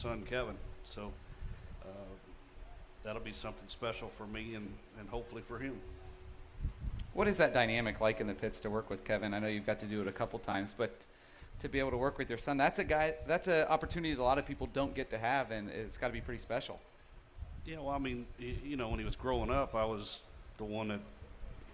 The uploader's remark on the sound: Winged Nation presented by Hercules Tire live from The Kings Royal. Live at Eldora Speedway for The King's Royal weekend on a special edition of Winged Nation presented by Hercules Tires!